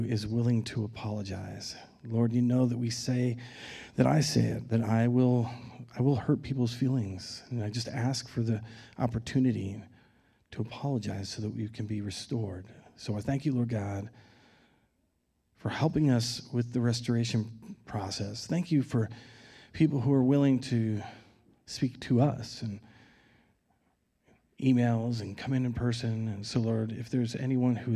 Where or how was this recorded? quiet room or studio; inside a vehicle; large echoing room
large echoing room